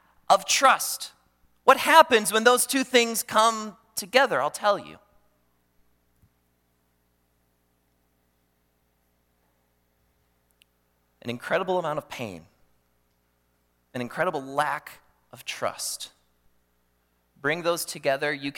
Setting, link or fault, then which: setting, large echoing room